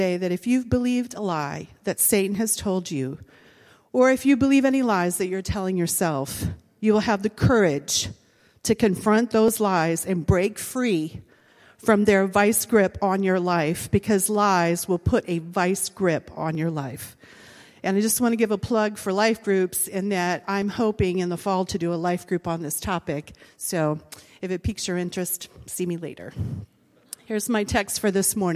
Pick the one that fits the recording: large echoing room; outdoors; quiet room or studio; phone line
large echoing room